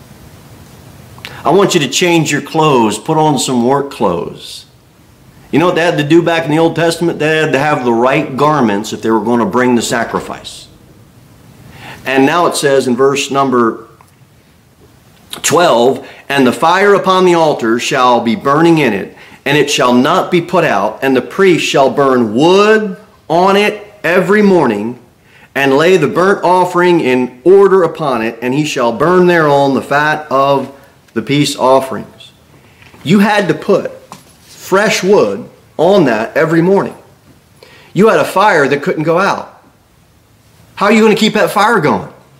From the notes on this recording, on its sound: Sermon delivered at Pilgrim Baptist Church. Jere Whitson Rd. Cookeville, TN 38501.